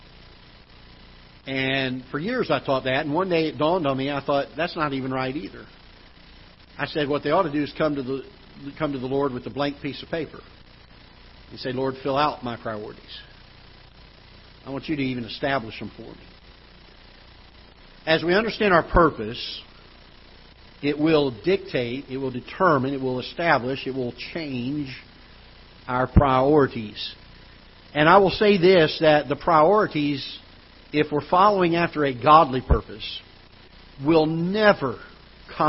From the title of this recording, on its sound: Ketha Heights Baptist Church ~ Live Broadcast